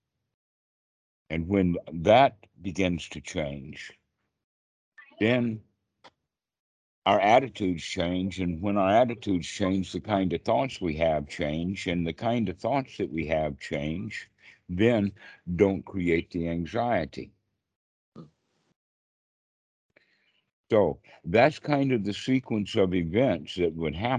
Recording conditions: video call